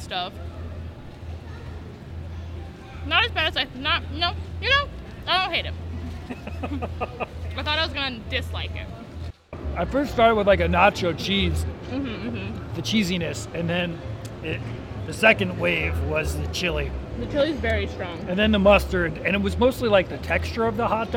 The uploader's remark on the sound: Sights & Sounds of Kentucky State Fair: Food. By 89.3 WFPL News Louisville.